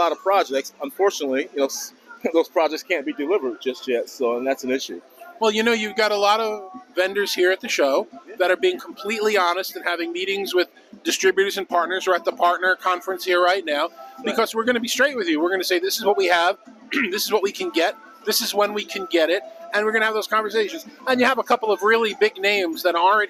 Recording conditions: busy venue